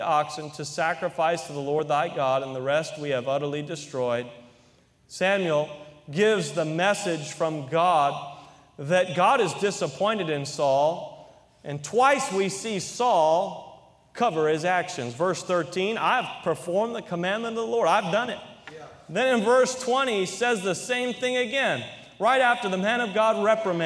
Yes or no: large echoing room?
yes